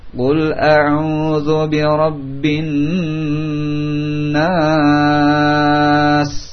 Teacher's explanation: Qul a'udzu bi rabbin nas, yang ditahan dua harakat, bi rabbin nas dipanjangkan sampai akhir surat An-Nas, ini tidak kosong dari gunnah nun yang bertasydid sehingga ditahan dua harakat